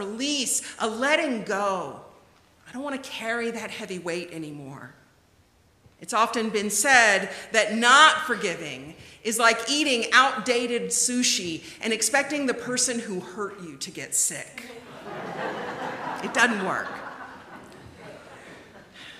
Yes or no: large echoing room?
yes